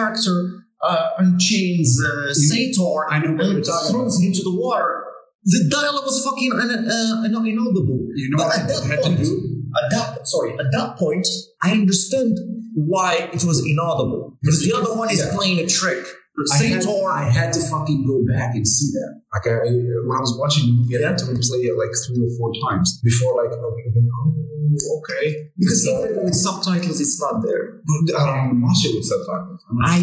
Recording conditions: poor sound quality